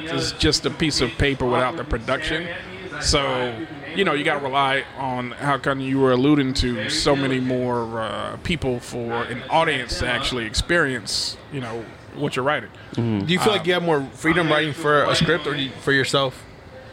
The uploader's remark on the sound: Recorded on Thursday March 17th, 2022 at the Fat Fish Blue at Pointe Orlando Open Mic located next to the Orlando Improv.